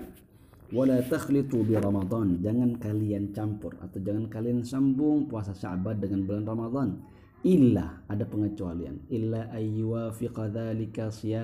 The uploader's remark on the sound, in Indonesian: Melalui rekaman phone seluler dari rumah (Kajian From Home).